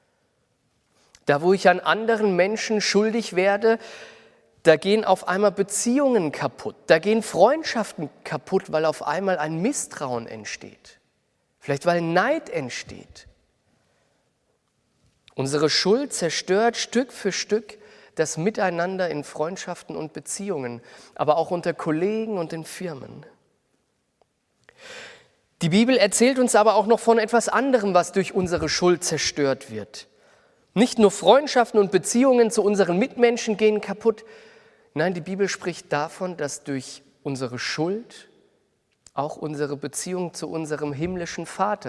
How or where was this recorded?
large echoing room